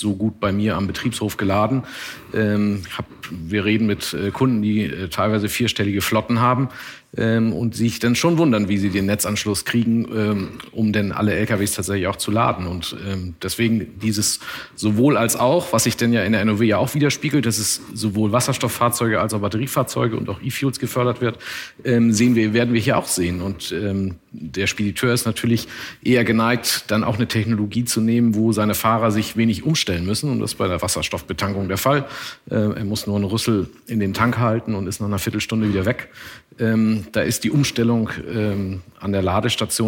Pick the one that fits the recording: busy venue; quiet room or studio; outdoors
busy venue